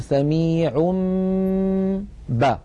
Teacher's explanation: نقلب هذا التنوين الذي هو في الحقيقة نون ساكنة نقلبه إلى ميم ثم نمط غنته نقول سميع با، فنطبق الشفتين على الميم وعلى الباء التي بعدها إطباقا واحدا.